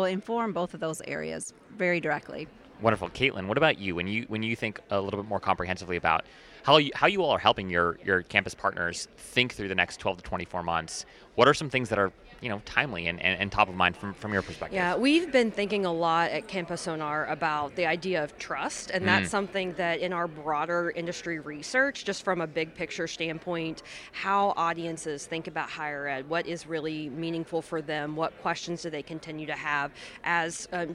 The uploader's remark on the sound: This episode was live recorded at the 2023 AMA Symposium for the Marketing of Higher Education.